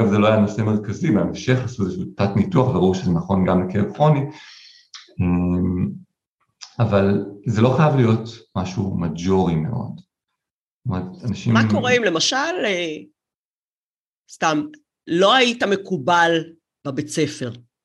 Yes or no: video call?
yes